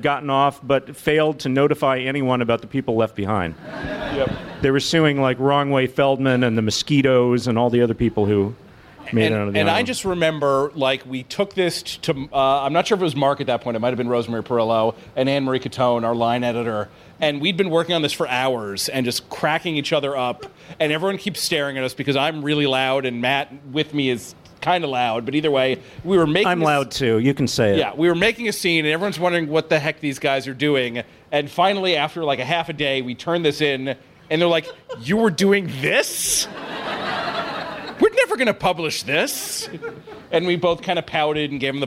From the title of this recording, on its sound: Live at the Strand